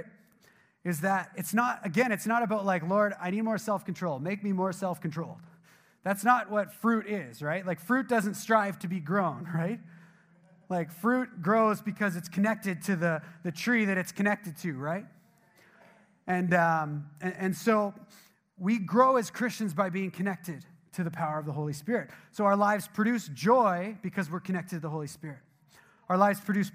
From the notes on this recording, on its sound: at the Resurgence Edmonton Gathering on Saturday, February 9, hosted at Ellerslie Road Baptist Church